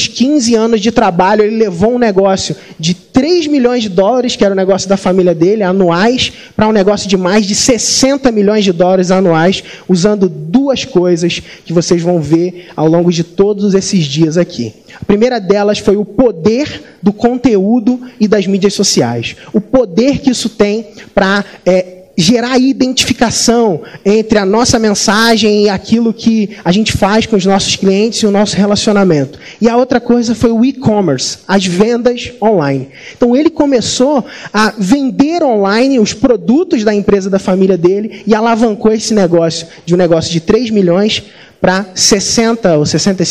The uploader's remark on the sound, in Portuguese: Nesse Podcast você vai ouvir uma palestra que fiz no nosso evento ao vivo, o Mentalidade Empreendedora Summit.